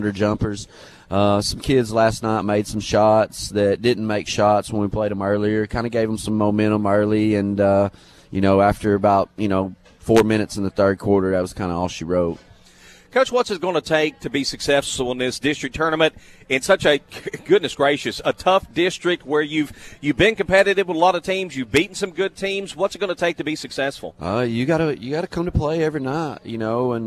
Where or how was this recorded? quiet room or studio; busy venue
busy venue